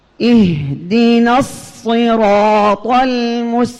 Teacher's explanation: الصراط حرف صفير وهو من حروف الإطباق